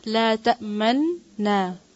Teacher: یعنی غنہ کرتے ہوئے ہونٹوں کو گول کرنا